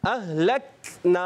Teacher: शिद्दत की वजह से सख्ती के साथ आवाज़ बंद होती है काफ साकिन हो ता साकिन हो और फिर पस्ती और नरमी के साथ सांस जारी होता है · Term: शदीदा महमूसा